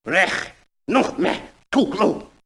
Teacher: It's very abrupt because it's full of glottal stops. So it's kind of chunky. · a lot of velar and uvular fricatives, meaning the stuff in the back of the throat that's noisy